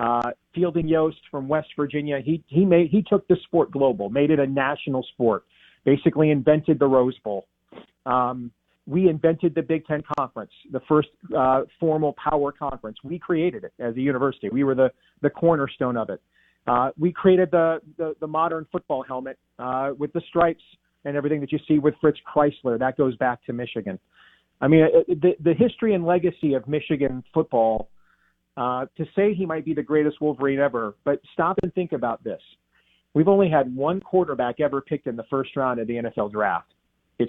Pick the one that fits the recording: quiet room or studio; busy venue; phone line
phone line